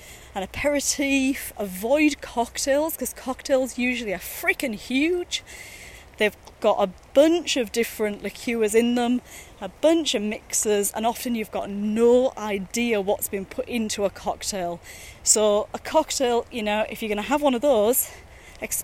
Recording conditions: outdoors